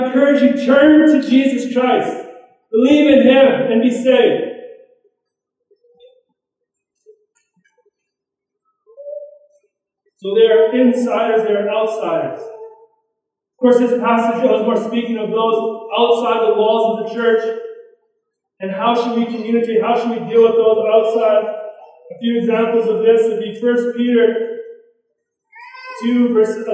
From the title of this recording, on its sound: poor recording